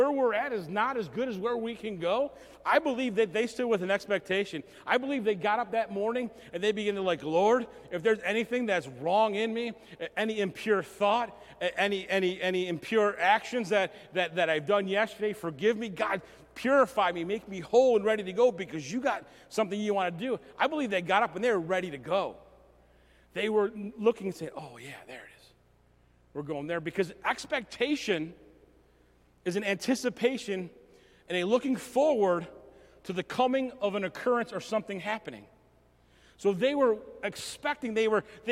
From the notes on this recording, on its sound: message recorded at Southtowns Christian Center